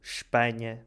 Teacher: Espanha fica sh, porque o P não é sonoro